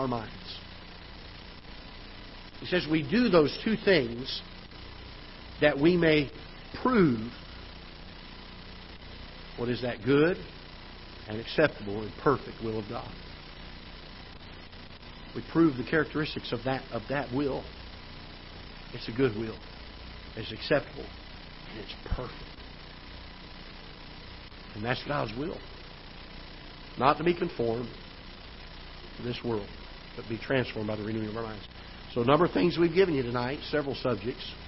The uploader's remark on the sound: Ketha Heights Baptist Church ~ Live Broadcast.